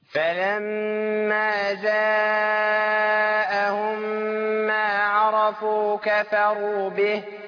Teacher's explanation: بين الكسر اللي في الباء وحقق الهاء، هاء مرققة، لكن ما أقولش إيه، أقول كفروا به، به دي ما تنفعش، أقول إيه، به.